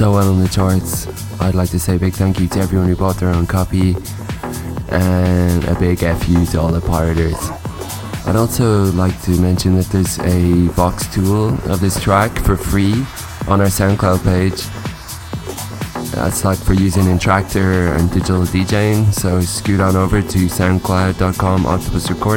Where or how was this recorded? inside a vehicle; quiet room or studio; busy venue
busy venue